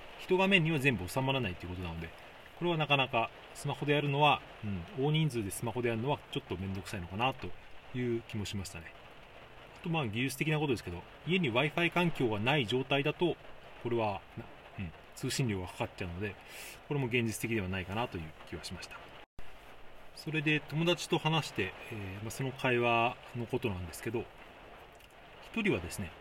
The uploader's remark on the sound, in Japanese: 車内収録のため雨の音が入っています。